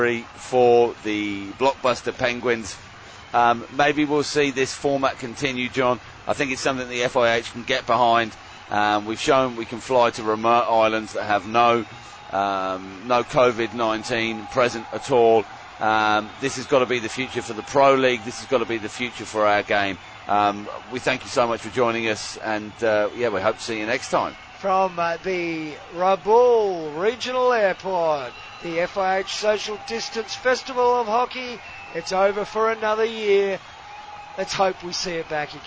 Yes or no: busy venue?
yes